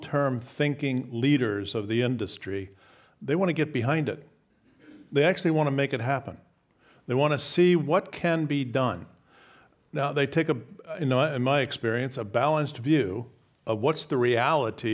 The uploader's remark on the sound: This program was recorded in front of a live audience at The Commonwealth Club in San Francisco on January 31st, 2019.